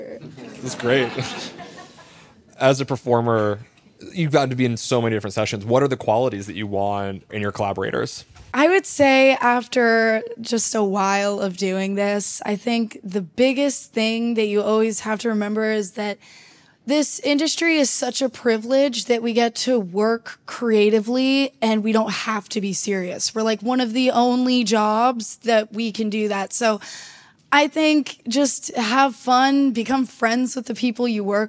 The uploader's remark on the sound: This conversation happened live at the College of Performing Arts at The New School as part of Anti Social Camp 2023, the largest song camp in the world that is working to revive to the NYC songwriting scene.